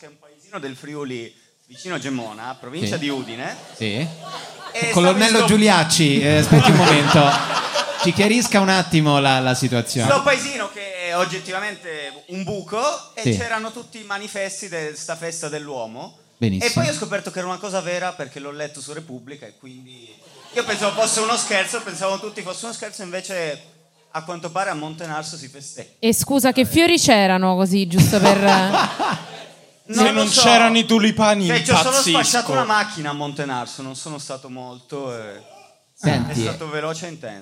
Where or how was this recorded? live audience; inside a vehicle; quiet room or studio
live audience